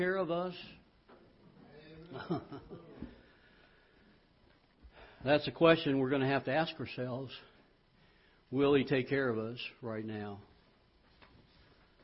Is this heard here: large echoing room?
yes